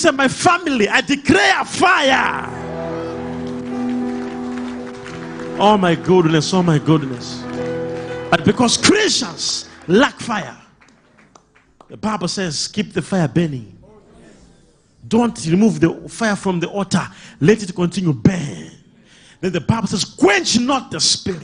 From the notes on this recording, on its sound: LIVE SUNDAY SERVICE| ECG CHURCH.